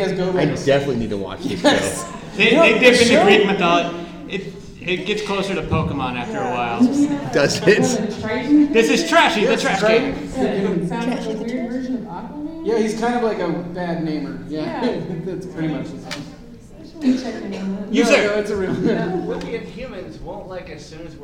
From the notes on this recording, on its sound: our first panel at Phoenix Comic Fest 2018